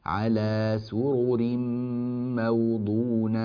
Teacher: السين مرققة الراء مفخمة